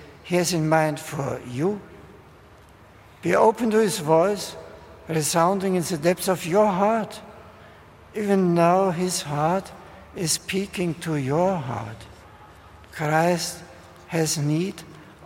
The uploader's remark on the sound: addresses 80,000 pilgrims at a vigil in Hyde Park